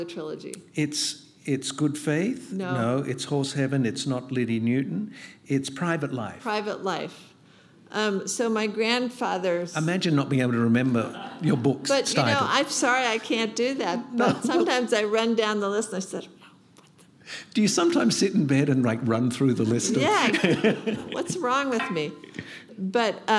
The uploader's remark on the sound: At this exclusive in-conversation event. At The Wheeler Centre.